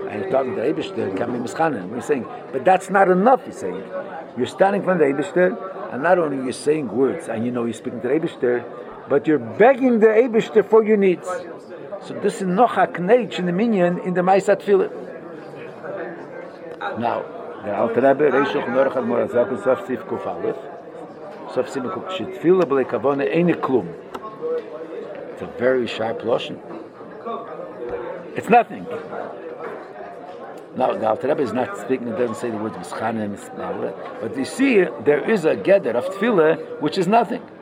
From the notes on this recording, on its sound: Live Shiur